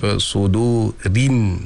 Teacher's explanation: Dan kemudian huruf ra lah, sudu rin, maknanya kalau ra itu di baris bawah kan bunyinya ri, dia bukan re.